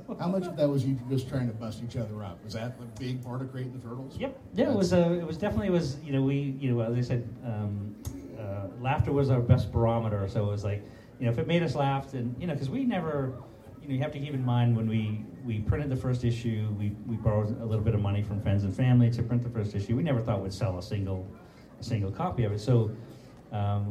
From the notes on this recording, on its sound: moderated a Q and A panel at Tracy Comic Show